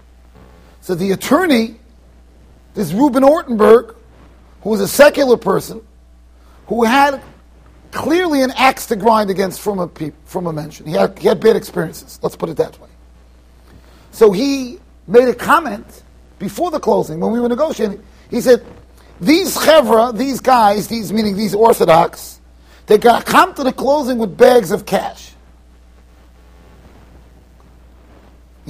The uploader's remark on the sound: Shiur recorded in Yeshivas Ohr Reuven, Monsey NY.